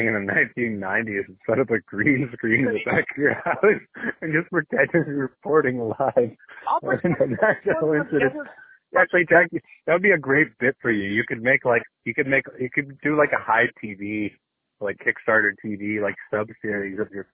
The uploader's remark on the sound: PodcastJones Over Da Phone